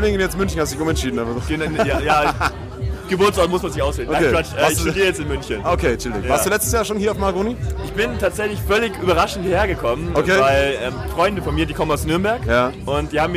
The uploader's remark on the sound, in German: Direkt aus dem Herzen des malerischen Mahagoni Festivals, im Puls elektronischer Tanzmusik die leise im Hintergrund läuft während der Boden leicht vibriert. Von der Seite schiebt sich ein randvoller Bier-Trichter ins Bild, während die wundervoll bunten und empathischen Besucher dieses Festivals einen Einblick ins Festivalgeschehen bieten.